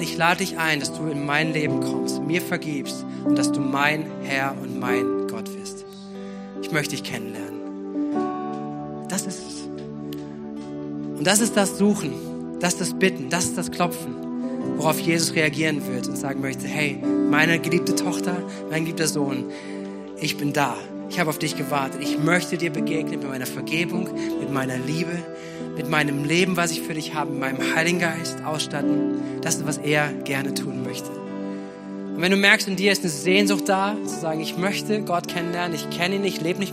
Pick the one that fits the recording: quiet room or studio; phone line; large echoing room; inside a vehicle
large echoing room